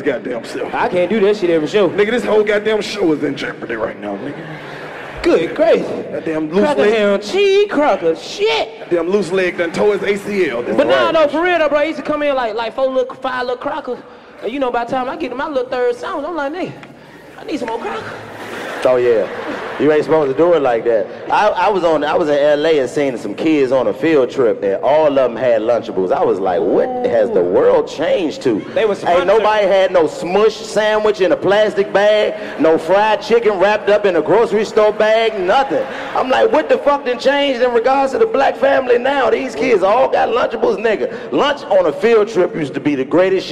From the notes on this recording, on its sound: On this episode the crew heads to Tampa and to roast errbody! Someone in the audiences makes it rain from the balcony.